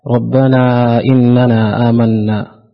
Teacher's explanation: ما الحكم التجويدي في قول الله تعالى ربنا إننا آمنا؟ مد منفصل يمد بمقدار 4 إلى 5 حركات